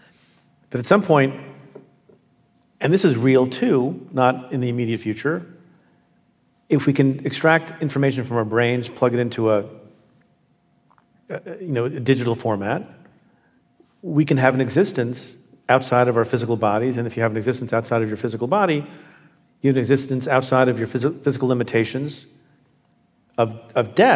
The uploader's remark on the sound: The conversation took place in San Francisco on April 16th at the Sydney Goldstein Theater, and was hosted by City Arts & Lectures.